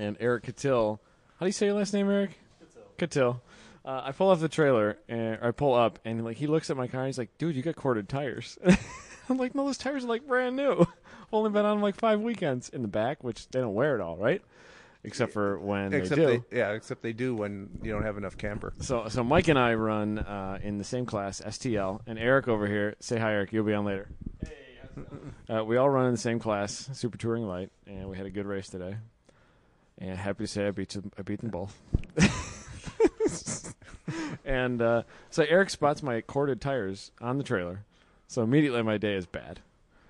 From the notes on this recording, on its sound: Post Race Paddock Podcast, live from Mid Ohio. Took the recording equipment with!